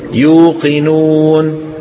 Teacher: قلبوا الياء واوا لمجانسة الضمة قبلها، نحو يوقنون